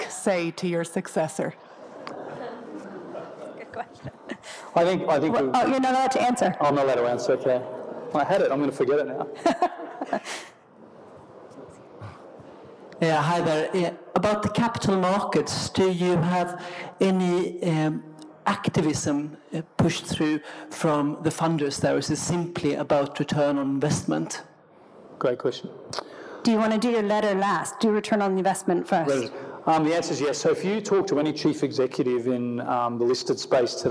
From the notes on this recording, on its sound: on stage at the Festival of Place